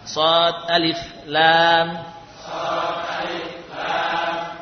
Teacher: jadi sodnya panjang, alifnya pendek, lamnya panjang. Sod alif lam.